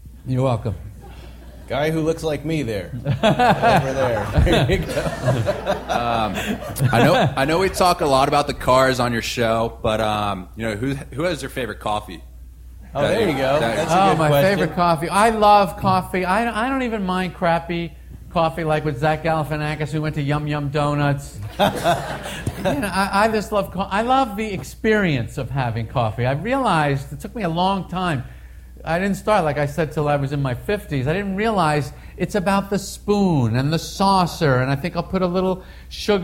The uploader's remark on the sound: coming to you LIVE form the Pebble Beach Concours